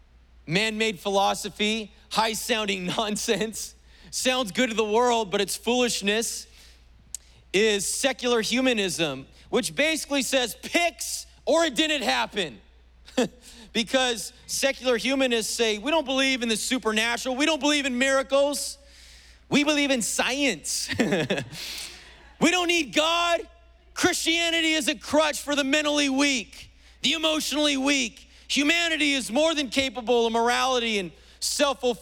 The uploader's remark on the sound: was preached on July 4th at the 11:30AM service